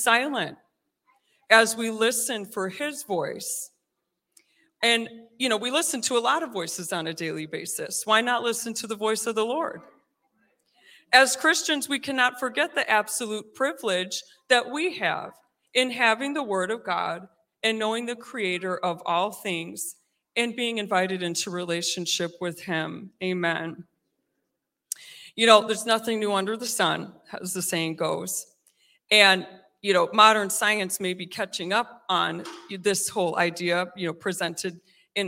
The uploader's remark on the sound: recorded live on June 19th at Newark United Pentecostal Church